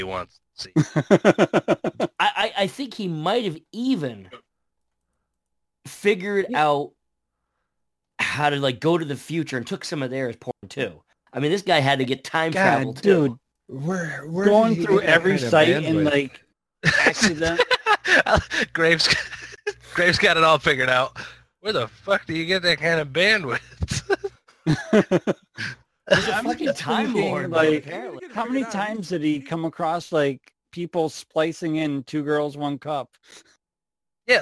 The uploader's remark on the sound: This episode is riddles with off sound, pops, cracks, and all sorts of fun audio glitches.